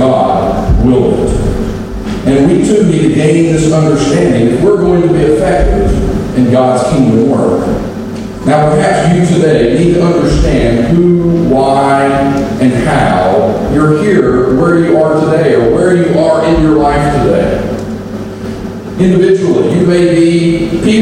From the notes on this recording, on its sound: Apologies for the unusually poor audio quality! Apologies for the poor sound quality today!